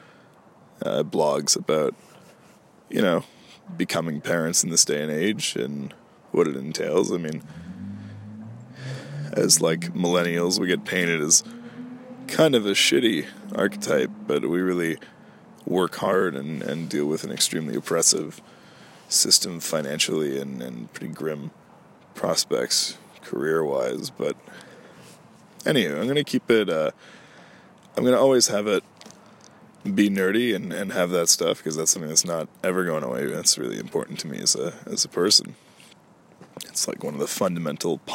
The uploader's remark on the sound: Out in the cold. Today I took things to nature to do another outdoor recording, so apologies for any noises/audio quality because of that. I can definitely see why relaxing in a park is more enjoyable in the breezy Summer weather than the frozen winds of Winter.